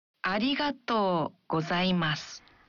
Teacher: Dalam mengucapkan arigato, bunyikan vokal o dalam to satu ketuk lebih panjang.